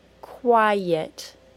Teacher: It's difficult to join the final sound of the first syllable, I, to the first sound of the second syllable, e. The way to join them is to add a little Y sound between the syllables.